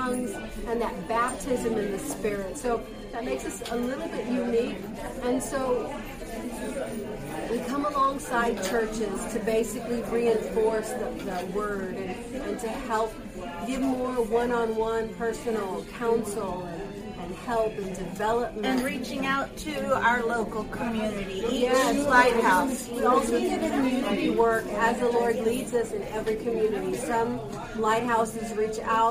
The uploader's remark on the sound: Please excuse the background noise. This is the only place we could meet.